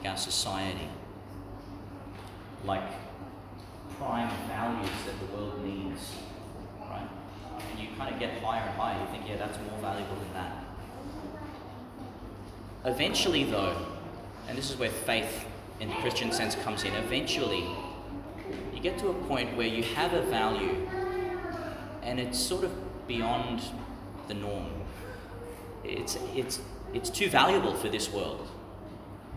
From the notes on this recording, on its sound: delivered in St Peter Chanel, Tannum Sands, Qld.